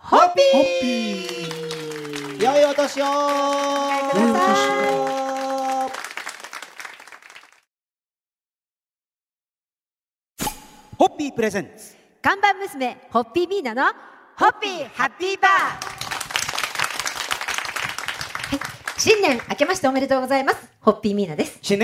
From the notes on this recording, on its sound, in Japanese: 公開収録。